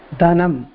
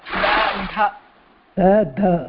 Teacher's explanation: धनम् इति दकारस्य महाप्रणः